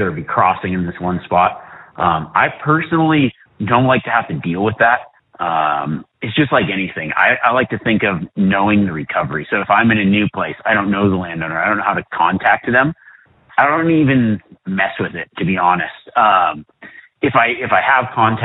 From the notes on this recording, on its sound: Live Q &. Joins a few callers in between glassing and guiding to answer their hunting questions. Callers during this Live Wild Live Q&A episode.